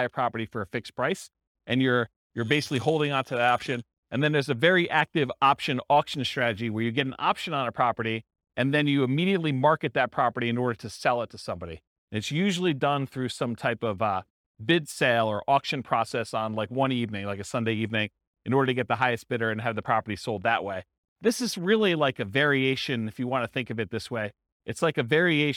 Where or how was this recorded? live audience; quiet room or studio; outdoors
live audience